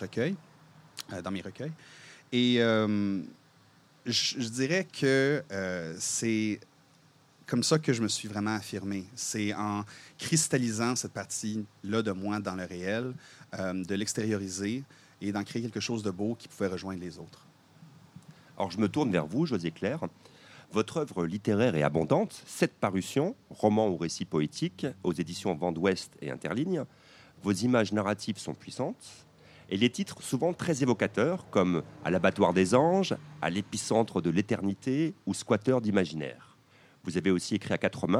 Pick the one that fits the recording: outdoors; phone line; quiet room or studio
outdoors